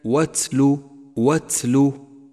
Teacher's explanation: انتبه لصفة الهمس لحرف التاء في كلمة واتلو